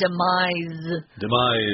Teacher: Oh, I wanted to mention, yes, with the word demise, I know it's spelled with an S, but it's actually pronounced with a Z sound, demise. Demise.